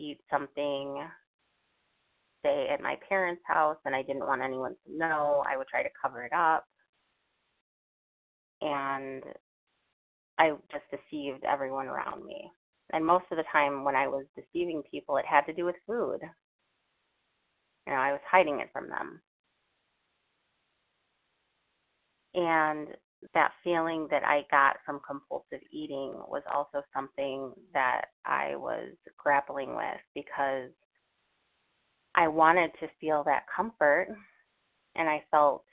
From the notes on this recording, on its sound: from the 100 Pounders Phone Meeting, 11/7/23.